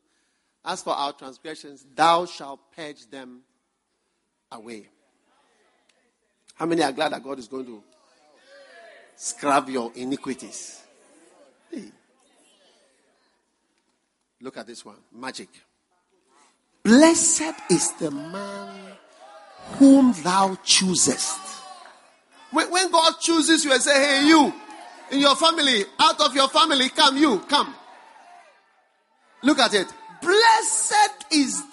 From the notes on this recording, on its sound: Preached at the First Love Center.